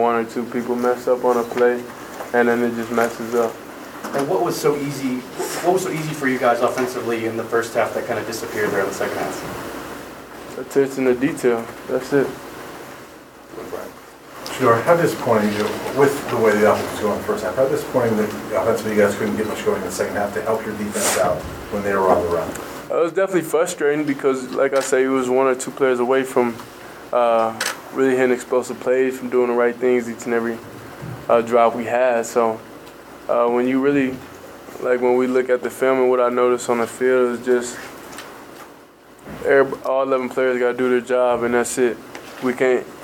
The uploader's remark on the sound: Post-game press conference. At Folsom Field.